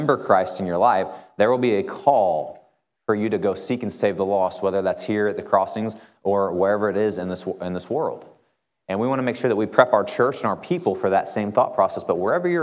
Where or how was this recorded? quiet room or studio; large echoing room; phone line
large echoing room